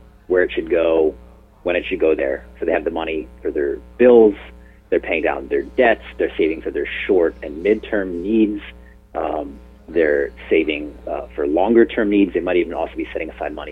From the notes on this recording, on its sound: This is an excerpt from a phone interview.